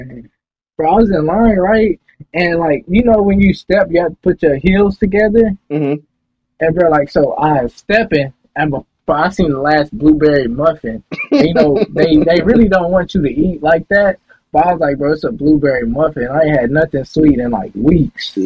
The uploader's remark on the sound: Sorry for the minor audio errors